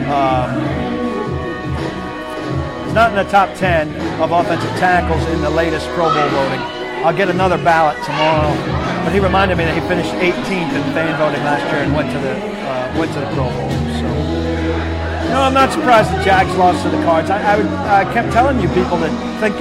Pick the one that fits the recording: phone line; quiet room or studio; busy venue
busy venue